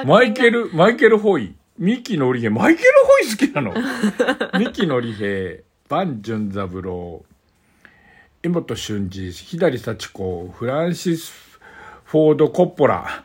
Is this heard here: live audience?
no